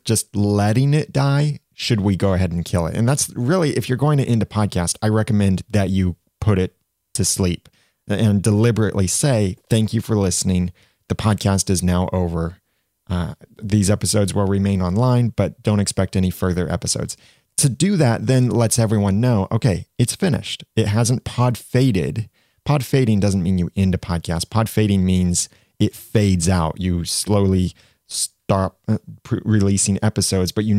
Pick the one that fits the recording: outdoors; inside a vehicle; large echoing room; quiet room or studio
quiet room or studio